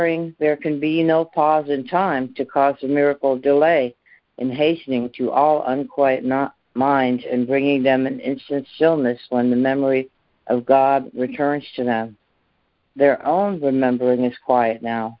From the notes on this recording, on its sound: ACIM Daily Conference Call.